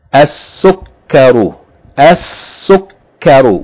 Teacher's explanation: Seen is a sun letter, the seen should be doubled, the lam should not be pronounced.